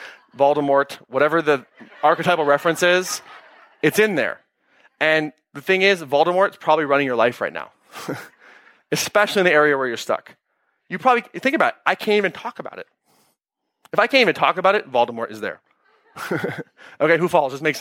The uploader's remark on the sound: Excerpt from Claim Your Power Live 2017. Claim Your Power LIVE in Orlando, FL.